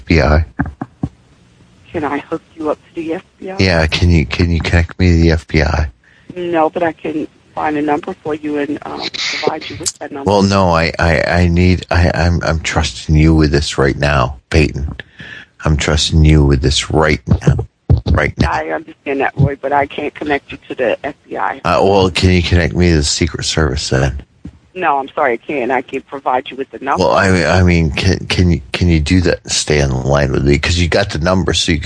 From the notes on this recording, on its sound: Prank Phone Calls